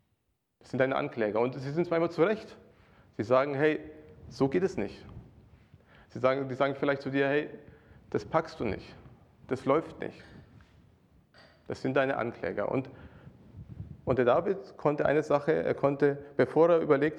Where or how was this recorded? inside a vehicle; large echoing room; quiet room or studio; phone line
large echoing room